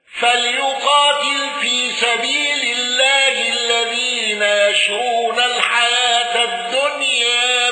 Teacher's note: الأزرق بتقليل الياء وثلاثة البدل